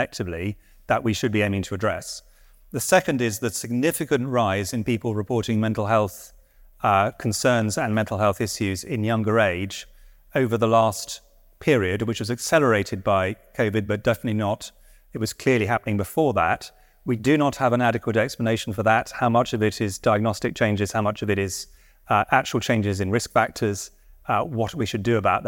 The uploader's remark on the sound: This lecture was recorded on Tuesday, 13 February 2024 at the Whitworth